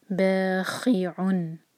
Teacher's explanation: نیکسٹ ہے بخیعن، با دو حرکہ، خی حلق سے خا کی آواز آنی چاہیے اور تنوین کے بعد نون آ رہا ہے.